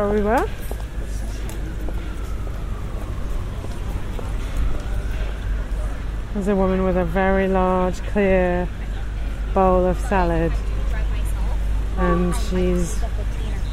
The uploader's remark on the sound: Soho Square. This podcast is recorded in 3D sound! Join her out and about as she captures those small, magical moments of everyday life, in sound.